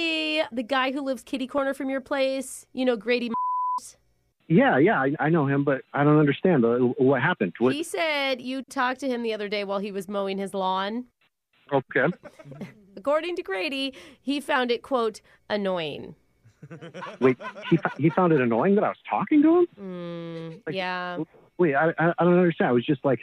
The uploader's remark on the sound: Phone Tap